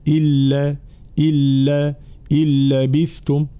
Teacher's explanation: حكمها الإدغام بلا غنة، فتحذف النون تماما ويشدد الحرف الذي بعدها اللي هو اللام هنا